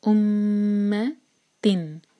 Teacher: میم پر شدہ تو میم پر غنہ کریں گے، دو سیکنڈس کا ٹائم دیں گے